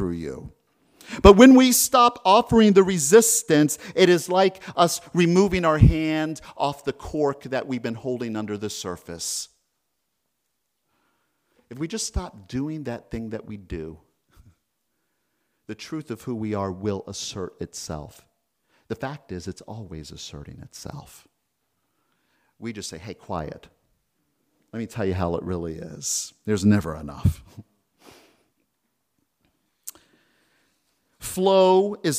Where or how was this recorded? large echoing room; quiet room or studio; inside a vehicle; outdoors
large echoing room